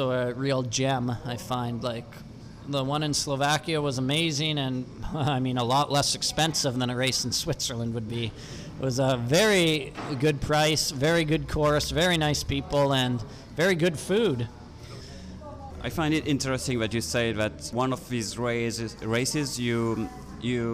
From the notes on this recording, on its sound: Live from a table in a busy coffee place in the center of Valencia